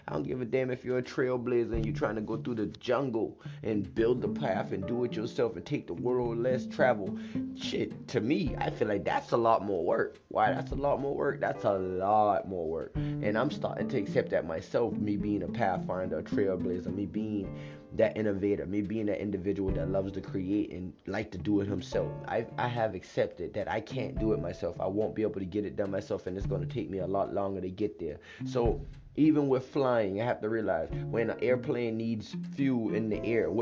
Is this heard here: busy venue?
no